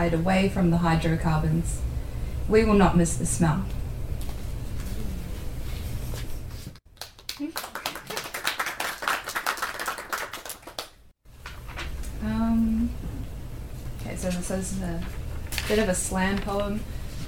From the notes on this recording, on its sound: Stories and poetry from the UC PostGrad Students Association Open Mic Event